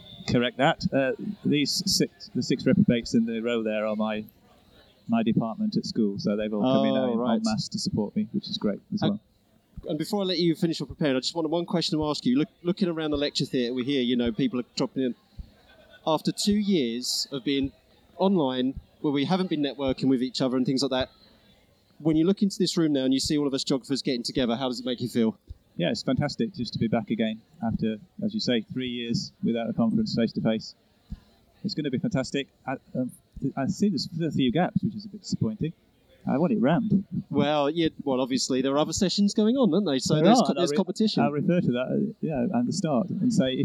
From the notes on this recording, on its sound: A special episode recorded on-location during the three-day Geographical Association National Conference at the University of Surrey, Guildford, UK. Takes their portable recording equipment and speaks to numerous conference delegates, speakers and exhibitors while all consuming numerous cups of tea and coffee.